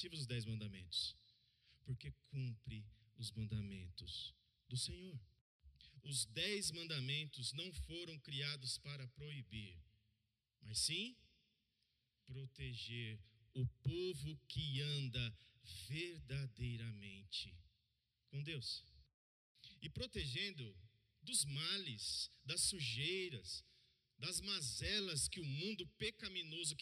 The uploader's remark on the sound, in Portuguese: no culto de domingo, e transmitido ao vivo pelo canal do Youtube